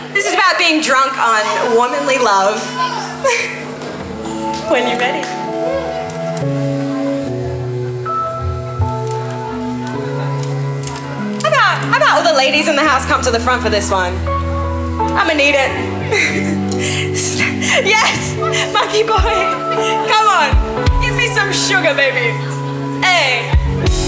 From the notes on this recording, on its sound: Live at Sonic Masala Fest at the Triffid, Newstead, 13 August 2023.